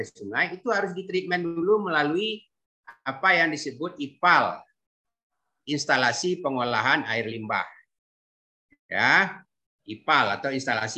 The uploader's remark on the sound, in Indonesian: Rekaman Zoom kuliah AMDAL Administrasi Publik Fakultas Ilmu Sosial dan Ilmu Politik Universitas Andalas (FISIP Unand).